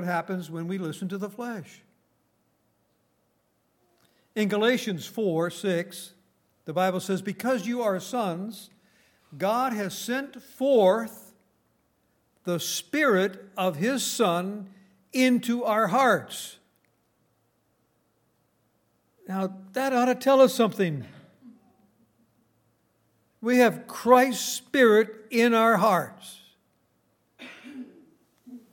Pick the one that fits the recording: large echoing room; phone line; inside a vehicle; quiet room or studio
large echoing room